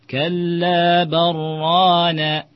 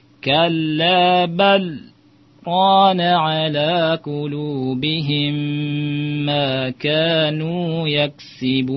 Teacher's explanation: Dia dibaca sakta. Sakta ini berhenti. Dan tidak mengambil nafas. · Shown in: second take